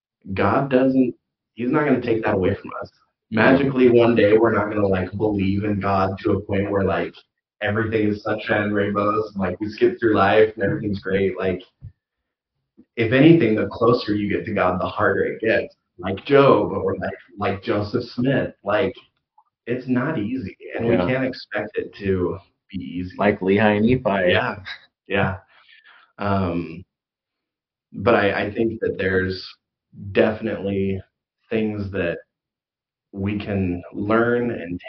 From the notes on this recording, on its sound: Sorry for the audio on this episode! We were trying out some new equipment and thought we had it right, but I forgot to adjust a setting!